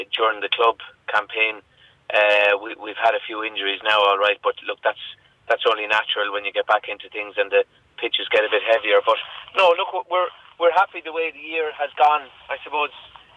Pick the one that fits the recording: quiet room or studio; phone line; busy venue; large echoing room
phone line